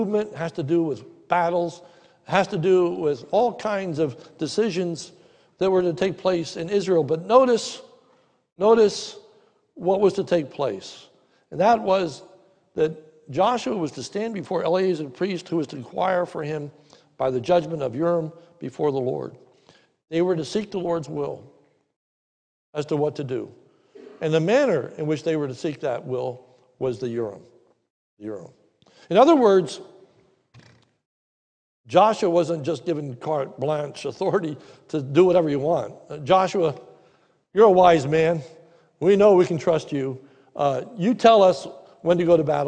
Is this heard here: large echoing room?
yes